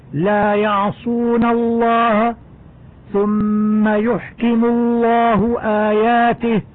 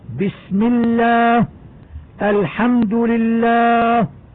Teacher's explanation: لام لفظ الجلالة الله تفخم اللام إذا سبقت بفتح أو ضم · Shown in: first take